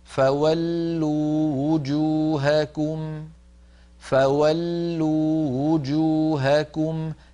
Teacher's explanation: أيضا عندنا في الآية 150 فولوا وجوهكم، فولوا آخرها واو ساكنة، وجوهكم أولها واو مضمومة، اجتمع هنا واو ساكنة وواو مضمومة، الواو المضمومة بمنزلة واوين لأنها مضمومة والضمة واو قصيرة، فعلينا أن ننتبه إلى نطق هذه الحروف الواوات المتتاليات من غير تكلف هكذا.